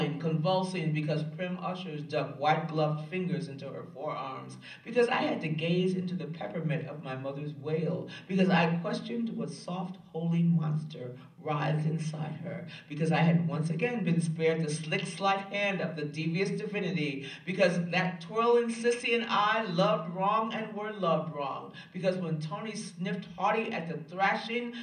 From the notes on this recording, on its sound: live from Vassar College